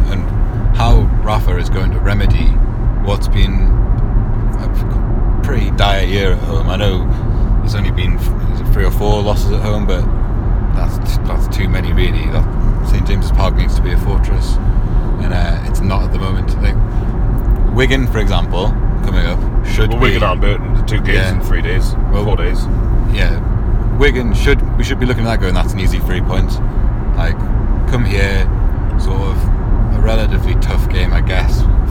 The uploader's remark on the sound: Talk to you from the car on the way back from Birmingham.